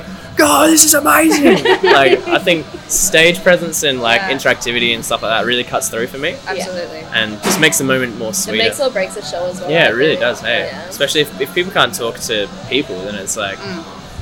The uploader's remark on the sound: In this one we are out in the field, on-site at Stay Gold in Brunswick. Due to being recorded on-site at the actual venue right before their show, there is a bit of background noise, mostly music from the front bar in Ollies Pizza Bar.